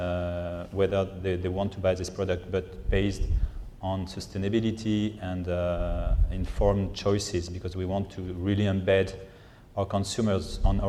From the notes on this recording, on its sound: A discussion session based on the morning plenary presentation by the same title. Plenty of time devoted to Q&A with the audience.